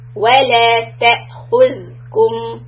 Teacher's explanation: So ta' hamza has a little bit of a hiccup.